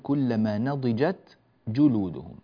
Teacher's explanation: ننبه إلى إظهار هذه التاء فنقول كلما نضجت جلودهم، نضجت جلودهم، ولا نقول نضجت جلودهم.